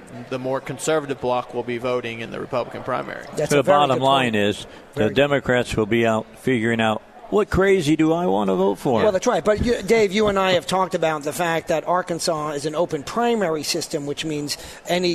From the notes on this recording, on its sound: Live at the State Capitol for Filing Day